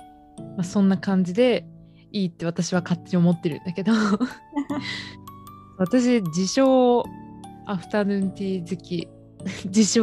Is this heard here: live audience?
no